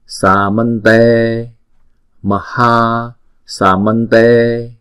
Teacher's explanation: Sa là hai nhịp, man là một nhịp, tê là hai nhịp.